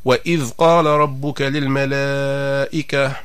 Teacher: ضرورة الاحتراز والحذر من قلقلة الذال الساكنة